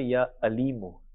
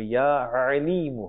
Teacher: the place where the sound emanates from is from the center of the throat · Shown in: second take · Term: Ayn